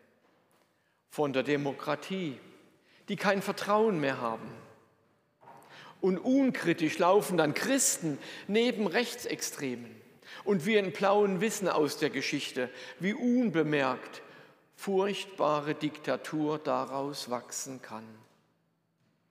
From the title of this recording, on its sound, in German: Predigt aus der Lutherkirche Plauen